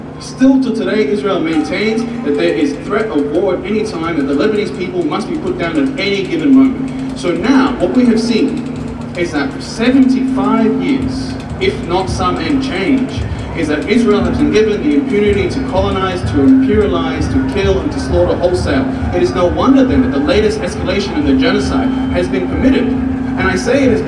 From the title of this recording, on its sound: Audio of my speech at the Palestine rally